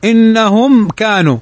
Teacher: ميم ساكنة بعد الكاف، والكاف من حروف الإظهار الشفوي